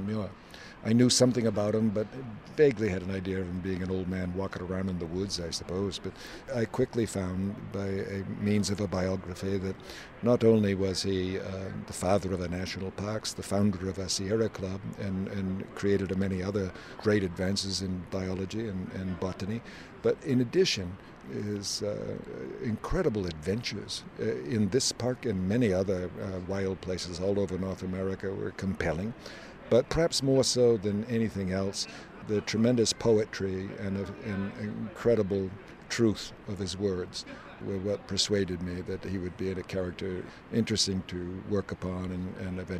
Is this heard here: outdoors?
yes